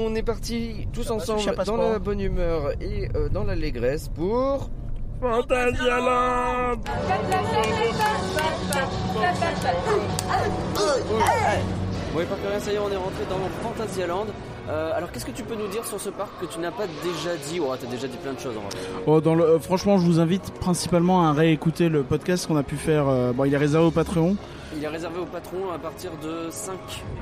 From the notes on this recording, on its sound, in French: Reportage DEPUIS Phantasialand.